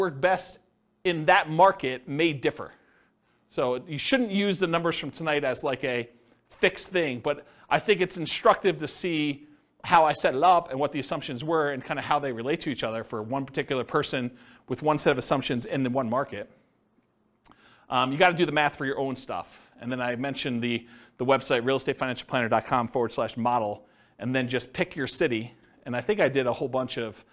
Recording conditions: live audience